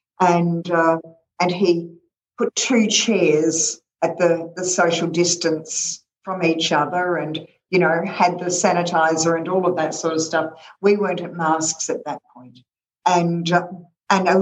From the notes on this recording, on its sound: This call was recorded on Zoom.